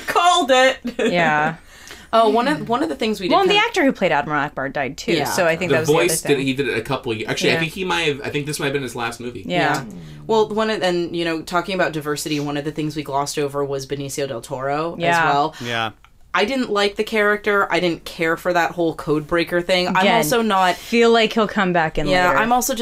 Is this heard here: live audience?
no